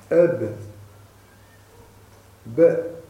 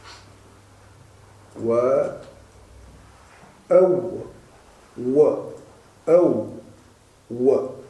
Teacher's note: الشفتان يخرج منهما الواو والباء والميم، ولكن الباء بفتح الشفتين، والميم بإطباقه، والواو باستدارته. تقول أب ب أم م أم م أب ب ب أب ب أب ب أب ب وتقول أم م و أو و أو و هكذا. · Term: شفوية